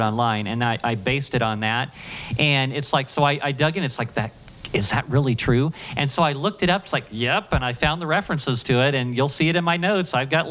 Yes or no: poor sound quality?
no